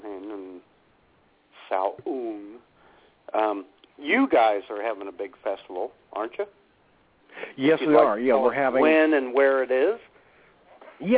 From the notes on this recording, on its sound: all the while taking your phone calls.